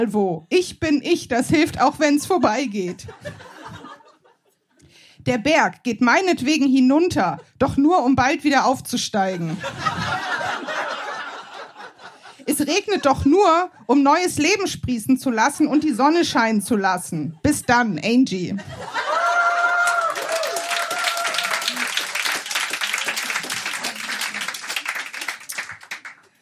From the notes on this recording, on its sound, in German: Von unserer Show vom 23.04.2023 im Berliner Monarch. Heißen Dank an den Monarch, unser tolles Publikum.